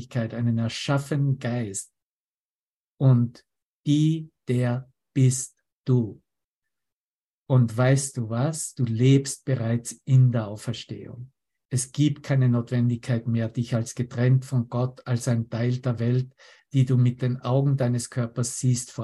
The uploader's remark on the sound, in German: Zoom-Session